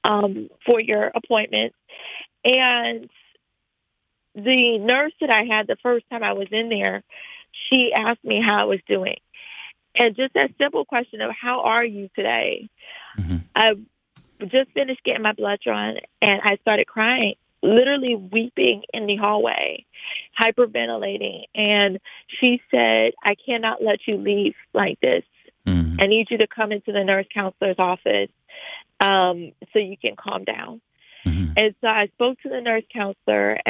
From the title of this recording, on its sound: Today's Phone Guest